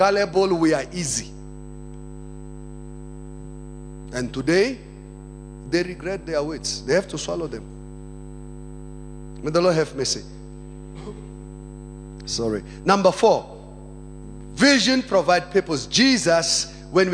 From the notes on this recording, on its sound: Second Service. Preached at Emmanuel Christian Church, Arcadia Campus.